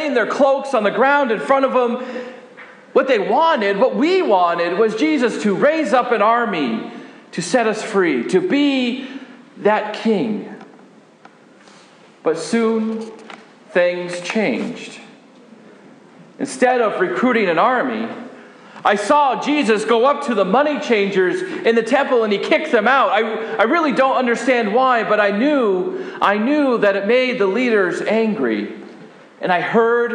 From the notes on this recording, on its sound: This sermon was preached at Faith Lutheran Church Gardner, MA.